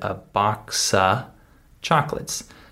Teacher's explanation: So I skipped over the F sound. · Term: reduced speech